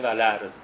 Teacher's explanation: مثلا ولعرض در قرائت ورش، روایت ورش میشه ولعرض، همزه میفته و حرکتش میاد روی لام